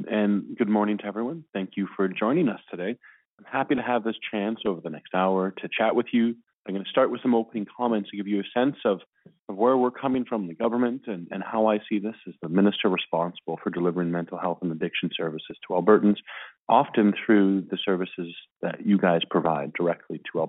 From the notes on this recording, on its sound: Refocusing Health Care in Alberta Telephone Town Hall. Health care professionals participated in a telephone town hall.